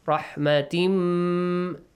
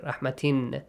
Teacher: merge the sound of the Tanween or Nun Sakin into the next letter · Shown in: first take · Term: merging sound